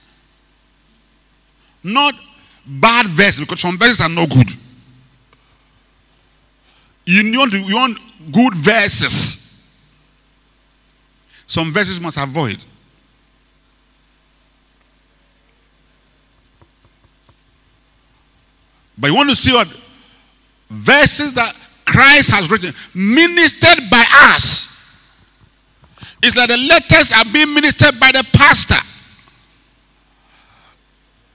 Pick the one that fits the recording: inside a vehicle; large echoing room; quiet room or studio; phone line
large echoing room